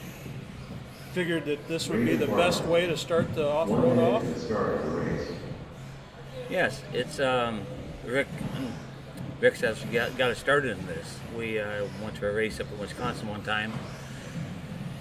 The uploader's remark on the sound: Live from Island Speedway